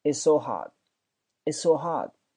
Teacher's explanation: hot 这个单词，很多人会读成 hot，尤其是英国，我们从小学的这个课本里面啊，还有大部分老师的这种感觉发的都是英式的发音。那种那音，他们虽然说的不标准，但是能弄那种英式的感觉。音标呢也是按这种英式的音标去教的，所以很多人在发这个音的时候发成 hot。但是你发现美国人或你周围的美国朋友，他在发这个音的时候，他不会发成 hot。首先那个 t 他就没有，那个中间那个 o 呢，他也不会发成这个 o 的发音，他发成 r 的这个发音。就像你去医院里面看病的时候，医生说啊那个啊 hothot。你注意那个 t，我是有那个感觉的，只是那个 t 没有 t 出来。hot，我说天很热，我就会说成 it's sohot，it's sohot，太热了。这个 hot 这个词啊，hot 那个 t 是不发音的。另外注意这个 o 的发音部分啊。第二个，这个 go the extramile，go the